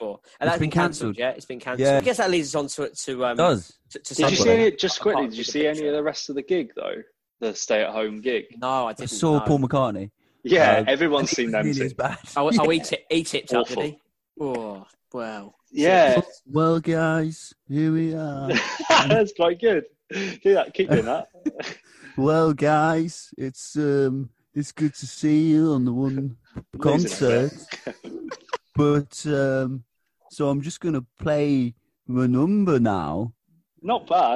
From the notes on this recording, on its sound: convene on Zoom